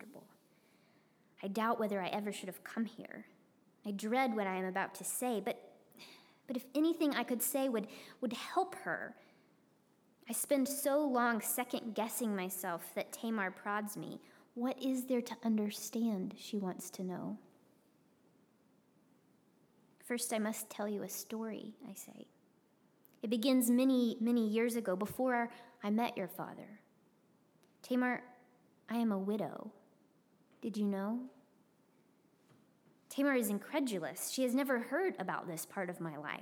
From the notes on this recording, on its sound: preached at Northminster Church on March 8, 2020